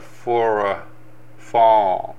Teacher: For でこの喉の奥の方で響く音っていうのは日本語にはないんですよね